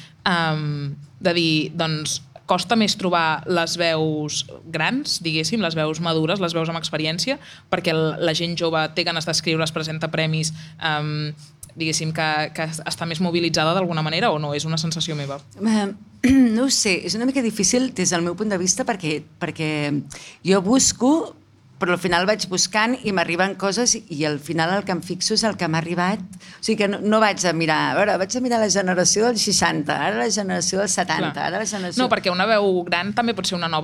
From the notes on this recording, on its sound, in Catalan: En un capítol en directe des de l’Antiga Fàbrica Damm en el marc de la jornada de pòdcasts contra la pressió estètica que va organitzar Radio Primavera Sound amb el Departament d’Igualtat i Feminismes.